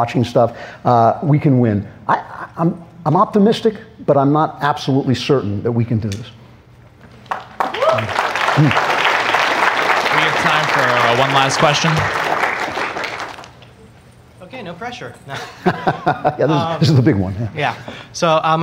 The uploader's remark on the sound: LIVE at YAF National Conservative Students Conference. Speaks live in front of a student audience at Young America's Foundation's 44th Annual National Conservative Students Conference held in Washington DC.